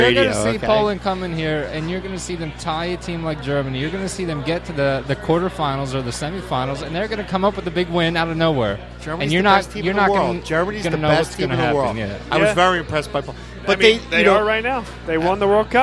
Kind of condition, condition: setting, busy venue